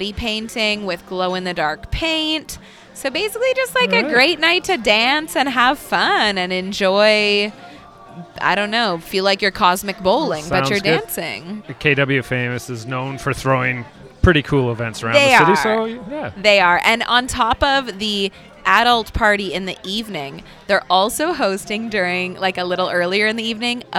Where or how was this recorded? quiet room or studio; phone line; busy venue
busy venue